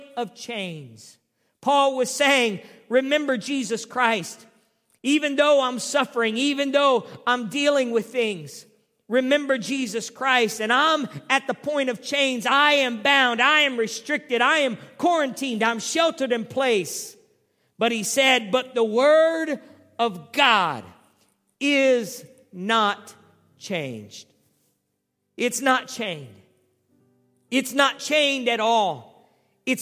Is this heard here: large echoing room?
yes